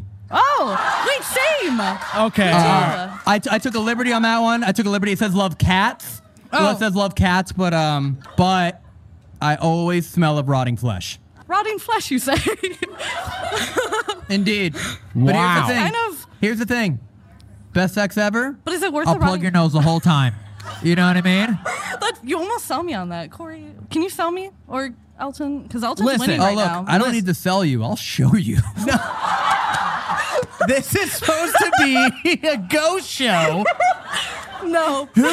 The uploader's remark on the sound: This episode was filmed in front of a live audience at the haunted Buffalo Naval Park in Buffalo, New York on August 23, 2022.